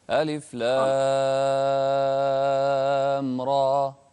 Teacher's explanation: بدون همزة را ماشي وتمد ست حركات